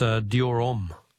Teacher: Don't pronounce the H in Homme.